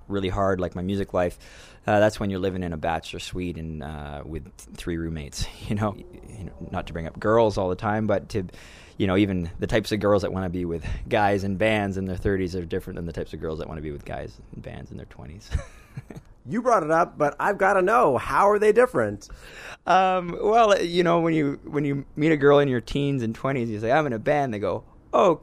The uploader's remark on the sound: in an alley outside of Vancouver's The Emerald Supper Club